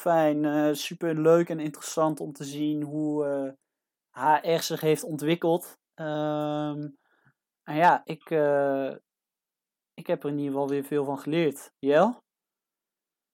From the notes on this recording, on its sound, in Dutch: Helaas is de kwaliteit van het geluid om onbekende reden veel minder dan normaal.